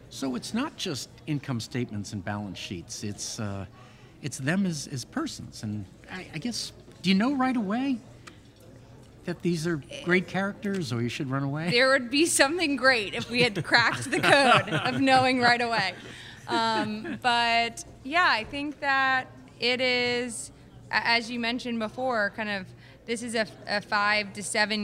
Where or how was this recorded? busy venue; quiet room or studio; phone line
busy venue